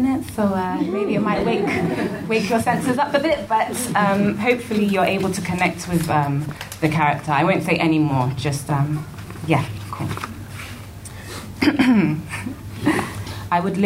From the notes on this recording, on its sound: This episode was recorded at a live event held during the 2019 Bare Lit Festival titled: Between diaspora and the continent, which doubled as the anthology launch in the UK.